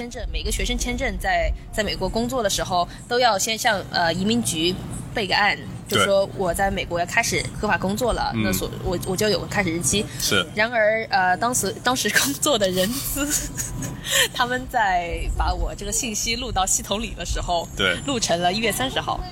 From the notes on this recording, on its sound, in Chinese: 户外录音，稍有杂音，多谢谅解